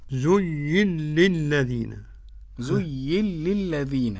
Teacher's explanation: قرأ السوسي عن أبي عمرو بإدغام النون في اللام